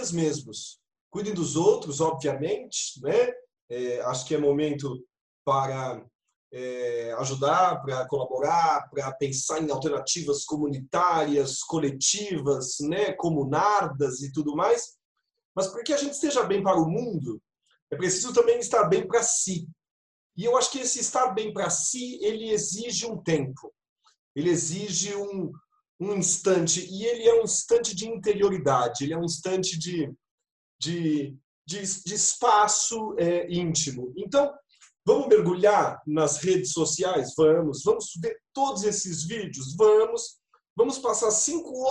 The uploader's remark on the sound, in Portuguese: Neste episódio gravado à distância.